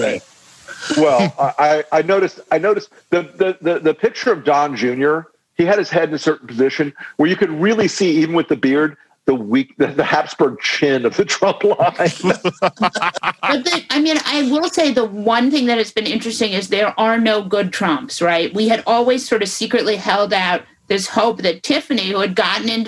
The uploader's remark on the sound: Which happened LIVE on Zoom.